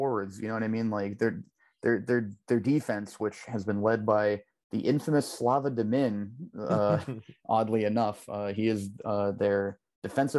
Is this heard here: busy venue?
no